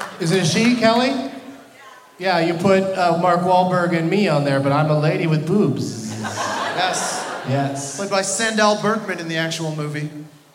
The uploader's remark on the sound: Live from the Wilbur Theatre in Boston